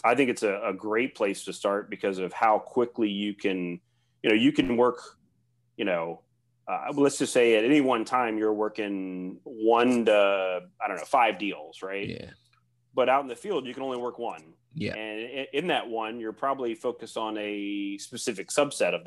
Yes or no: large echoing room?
no